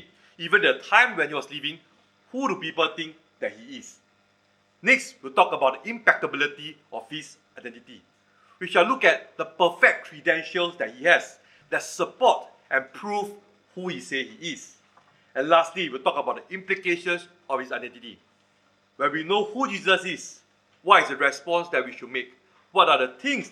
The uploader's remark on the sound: Recorded Live/Sermon. Weekly livestream of our worship services.